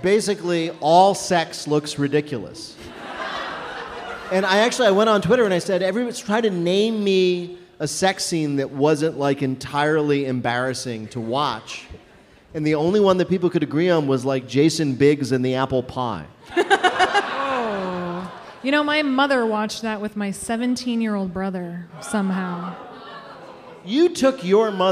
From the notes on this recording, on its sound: GoT 7.8: Live Season 7 Recap Party. About 400 wildlings met up in Chicago’s Lincoln Square for one last recap of Season 7. This episode was recorded in front of a live audience at the DANK House.